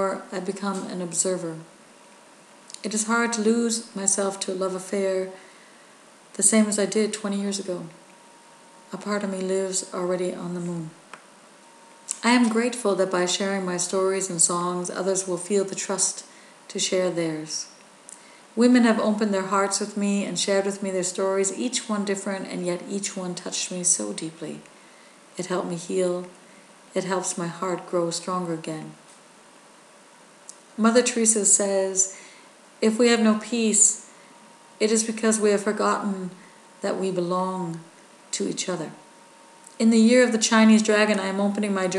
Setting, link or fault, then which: fault, sounds in the background